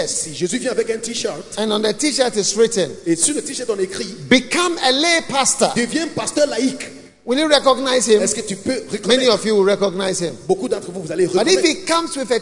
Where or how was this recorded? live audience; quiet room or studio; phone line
live audience